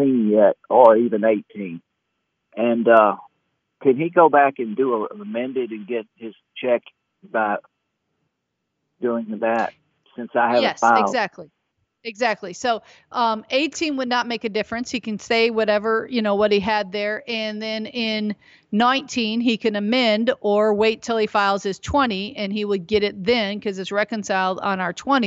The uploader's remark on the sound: Why don't we go ahead and go right to the phones